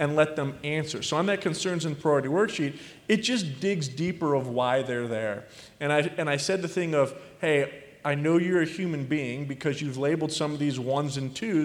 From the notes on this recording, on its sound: Coming to you from the 2023 Mastermind Collegium in Cleveland. Talks with the top four advisors on the C2P leaderboard in this panel.